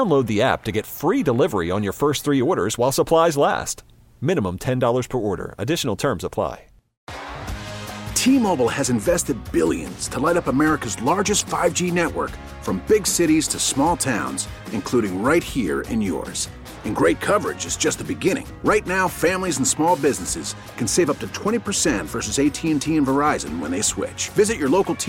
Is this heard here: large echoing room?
no